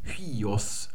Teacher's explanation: Und jetzt sehen wir, dass auf dem zweiten Vokal, auf dem Iota, da ist ein Spiritus Asper. Und der bedeutet, dass man ein H sprechen muss. Und das muss man dann ganz am Anfang sprechen.